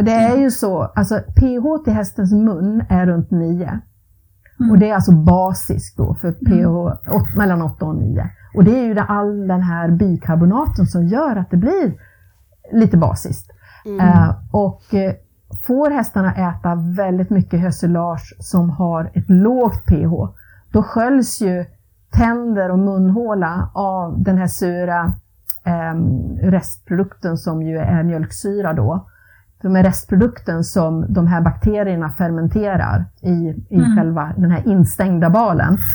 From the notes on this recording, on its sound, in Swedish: På grund av lite tekniska problem är ljudet inte perfekt